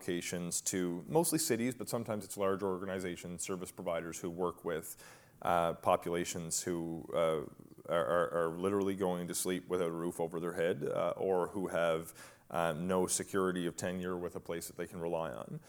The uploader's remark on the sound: a live, in-person conversation